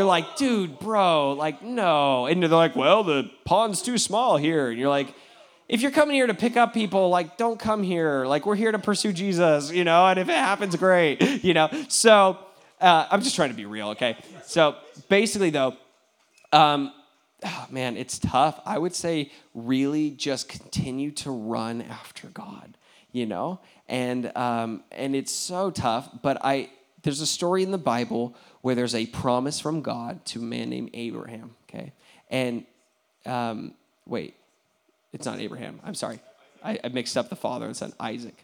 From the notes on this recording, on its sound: questions from the audience